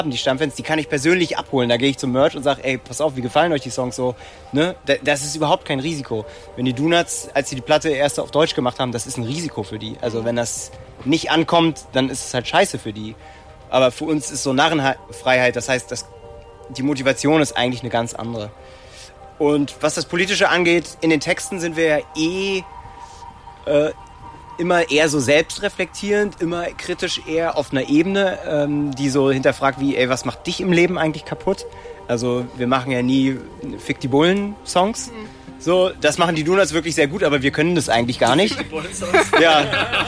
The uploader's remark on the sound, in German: Auf dem Green Juice-Festival 2019. Backstage beim Green Juice, aufgezeichnet auf einem merkwürdigen Stein-Sofa-Kunstwerk.